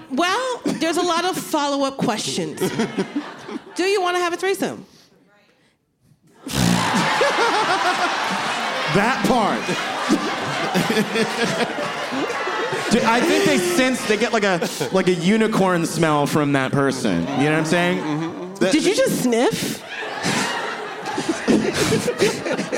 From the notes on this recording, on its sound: Live at the Bell House